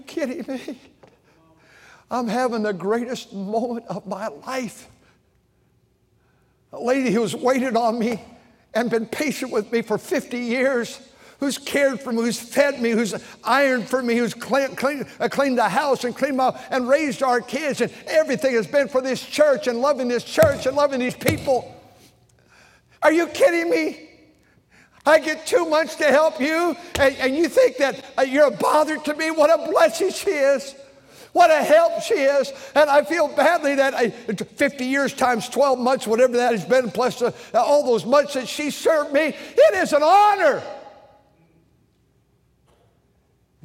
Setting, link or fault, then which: setting, large echoing room